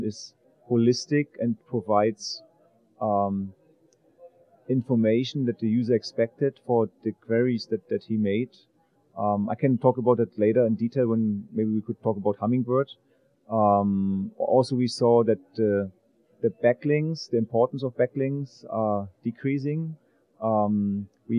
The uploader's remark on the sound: In this podcast recorded at Pubcon Las Vegas 2014.